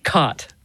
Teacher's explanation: the cot merger, or in linguistic circles, the low back vowel merger, which is sort of the biggest marker of Western speech